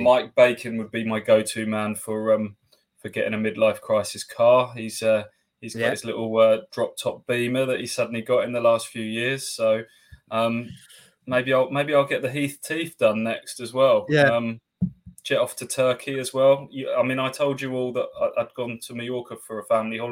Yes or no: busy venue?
no